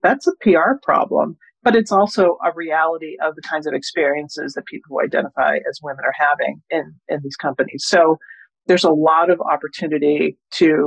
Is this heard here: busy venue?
no